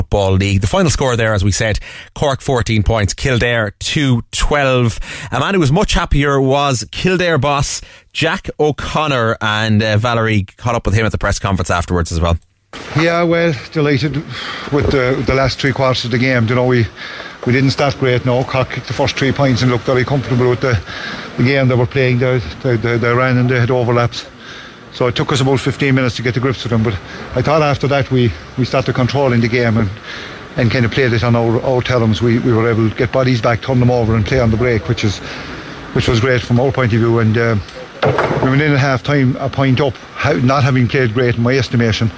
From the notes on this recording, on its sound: Go live to Semple Stadium.